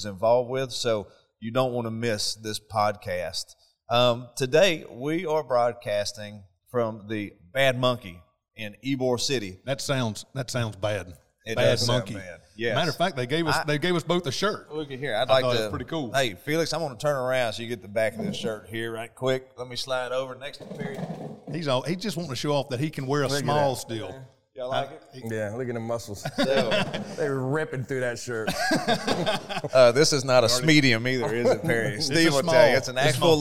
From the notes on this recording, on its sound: A Special Thank you to The Bad Monkey staff for allowing us to record this podcast in their location.